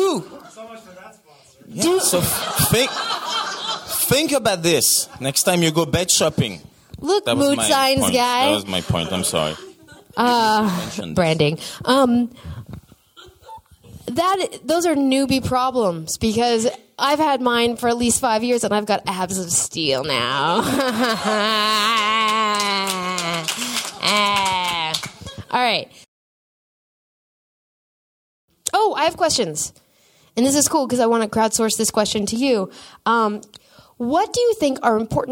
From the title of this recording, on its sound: Live From Woodhull Sexual Freedom Summit